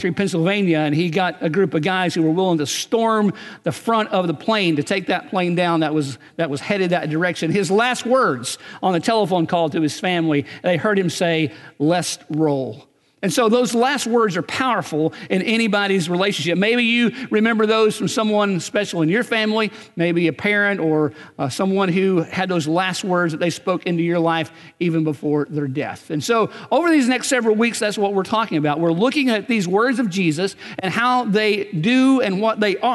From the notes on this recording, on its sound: Recorded on March 10, 2019 at Graceland Baptist Church in New Albany, Indiana.